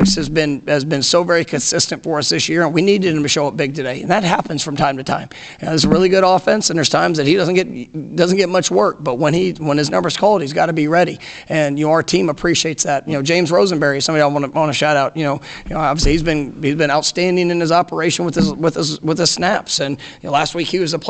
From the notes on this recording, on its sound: Postgame press conference after win over Miami.